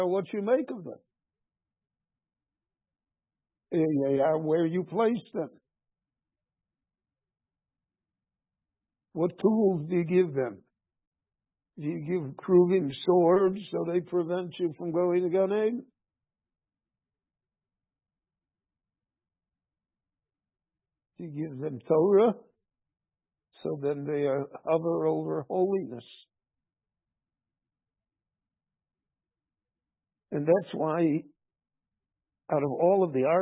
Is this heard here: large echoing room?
yes